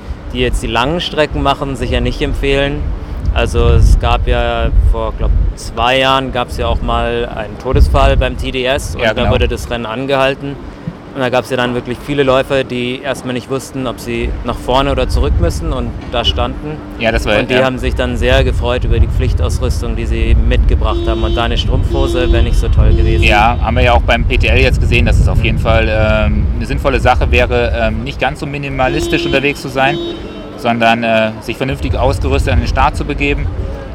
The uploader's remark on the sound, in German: Endlich ist der Tag gekommen und der UTMB steht an. Wir haben rund um das Event Stimmen aufgenommen und euch die Atmosphäre eingefangen.